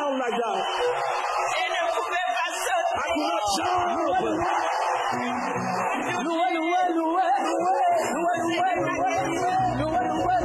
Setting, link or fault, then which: setting, live audience